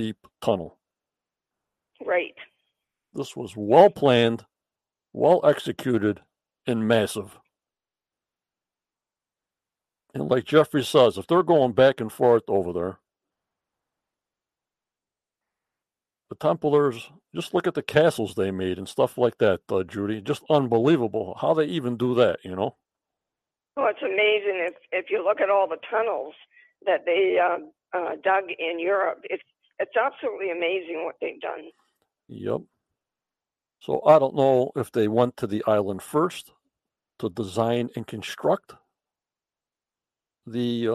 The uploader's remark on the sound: on the phone